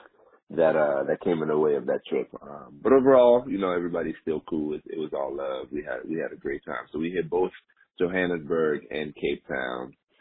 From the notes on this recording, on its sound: An extremely important phone call